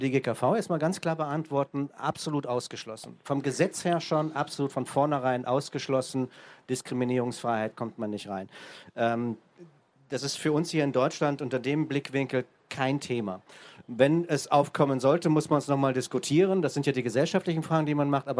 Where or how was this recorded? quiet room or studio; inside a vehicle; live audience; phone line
live audience